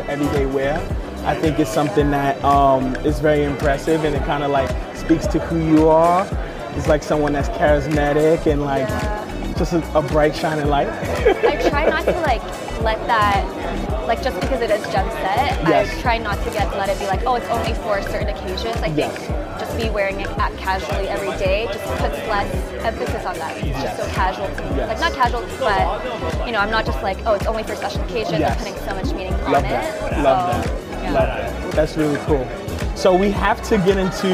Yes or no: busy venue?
yes